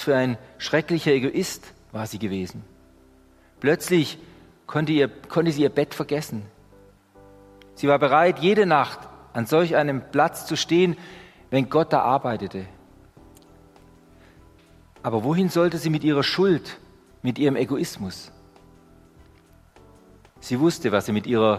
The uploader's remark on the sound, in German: Die Predigt aus dem Gottesdienst